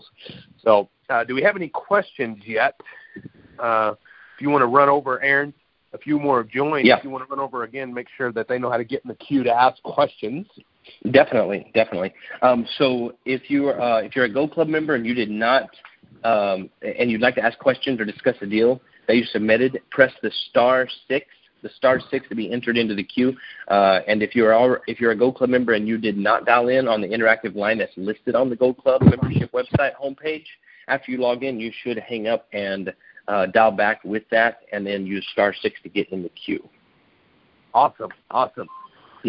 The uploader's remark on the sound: Gold Club Q&A Call